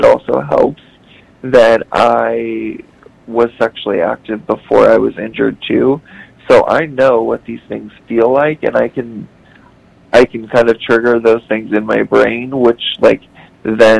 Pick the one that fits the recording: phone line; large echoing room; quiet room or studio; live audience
phone line